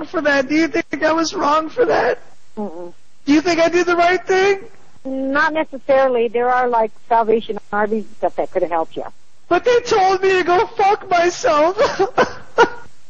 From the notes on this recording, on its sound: Prank Phone Calls